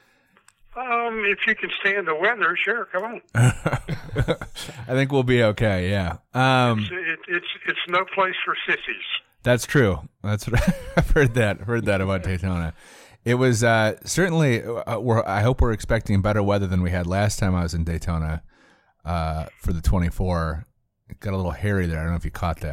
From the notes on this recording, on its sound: Joining the group by phone. Hops on a mic.